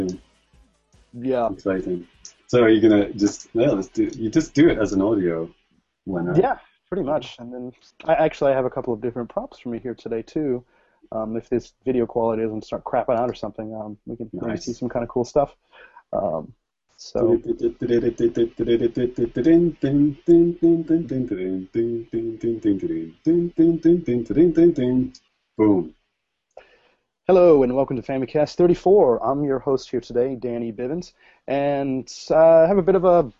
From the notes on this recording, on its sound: Brought the podcast live via Google Hangouts On Air!